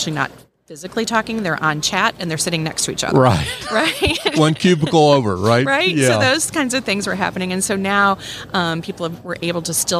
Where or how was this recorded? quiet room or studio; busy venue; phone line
busy venue